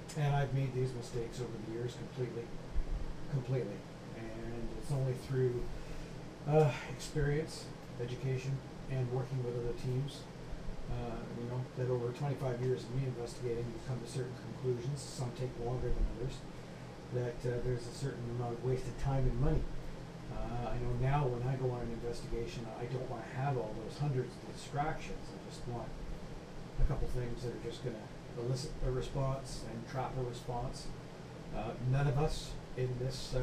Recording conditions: uneven or low level